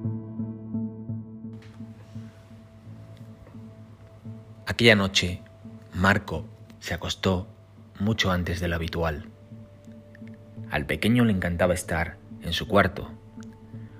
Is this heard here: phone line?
no